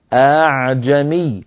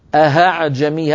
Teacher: فقوله تعالى أعجمي رويت لنا بعدة كيفيات، الأصل فيها على غير حفص أعجمي بهمزتان محقق بهمزتين محققتين، لكن حفصا رواها لنا بهمزة بتسهيل الهمزة الثانية هكذا أعجمي اسمعني الهمزة الأولى محققة والثانية همزة ليست شديدة ليس فيها قفل للمخرج · Shown in: first take · أعجمي. أما أن نقول أهعجمي هكذا بهاء صريحة فهذا لا يصح بحال من الأحوال أخي ياسر.